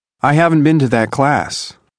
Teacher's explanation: Listen to how the sound T of the negative contraction disappears. · Term: Sound reduction